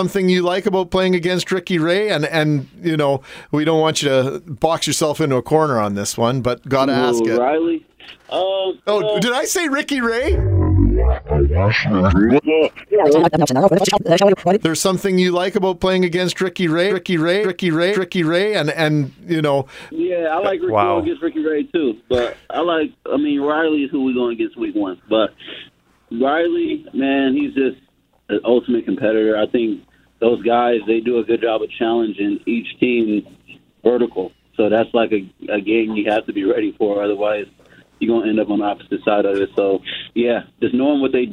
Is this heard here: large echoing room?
no